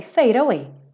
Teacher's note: o D ele reduziu para rarara e já juntou com away